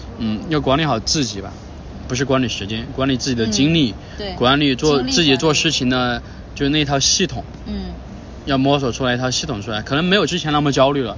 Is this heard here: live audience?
no